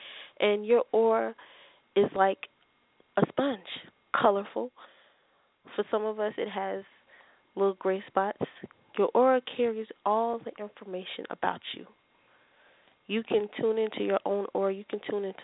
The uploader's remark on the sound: I will also be taking your calls for free live on air one question readings.